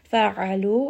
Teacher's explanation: عَيْن is from the middle of the throat. Make sure that you do feel a little bit of constriction as we say this word.